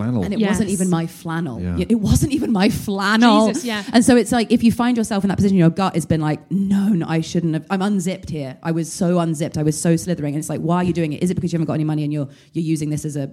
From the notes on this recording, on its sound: Live at the London Podcast Festival. Recorded by London Podcast Festival.